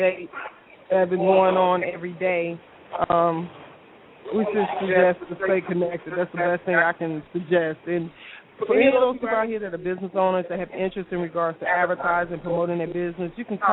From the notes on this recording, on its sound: The Annual Black Gay Pride Fest in Atlanta is the largest in the U.S. Live remote broadcast with celebrity interviews, event promoters and party goers live at various events in the city.